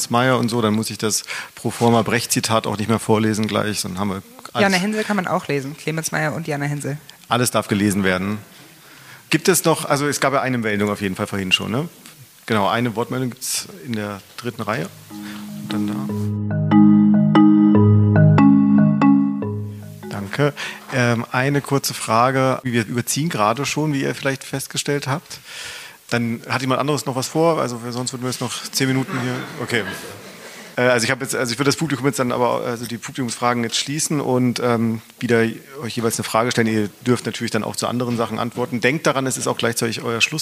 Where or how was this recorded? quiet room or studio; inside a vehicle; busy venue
busy venue